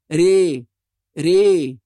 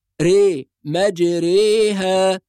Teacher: الراء الممالة هي التي تقع بين المفتوحة والمكسورة، ليست را وليست ري، وإنما بينهما، هكذا ري ري، كمن ينطق مثلا في الحروف الأجنبية اي. · Term: الإمالة